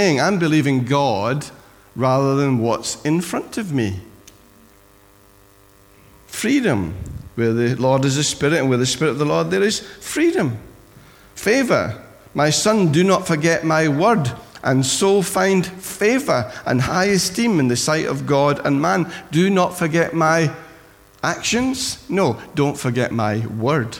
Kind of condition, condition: setting, large echoing room